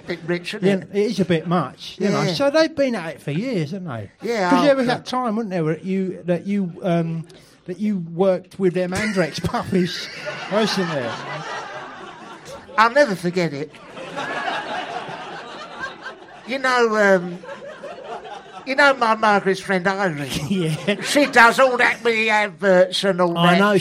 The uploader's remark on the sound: Live potcast, recorded LIVE in London's 'glittering' West End, in front of Princess Margaret and an audience of newlweds, Welsh people and birthday celebrants.